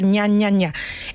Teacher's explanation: Ese sonido se llama técnicamente palatal nasal, el de España